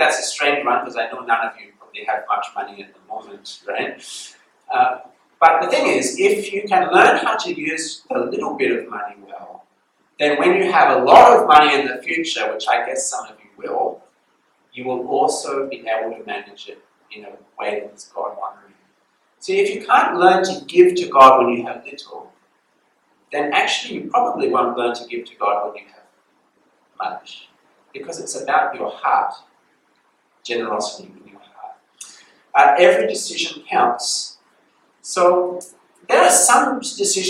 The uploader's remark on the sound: This sermon was preached at Bedong Chinese Methodist Chapel on 11th November 2022.